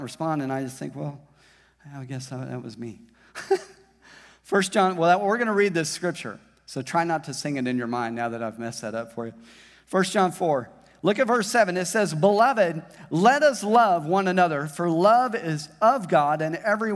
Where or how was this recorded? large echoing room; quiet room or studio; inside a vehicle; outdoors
large echoing room